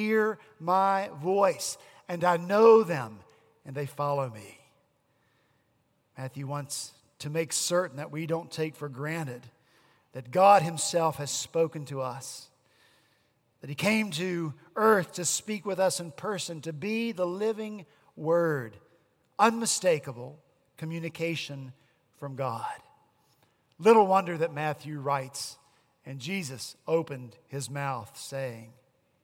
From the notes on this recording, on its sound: At Redeemer Presbyterian Church in Charleston, SC, our senior pastor continued our Matthew sermon series.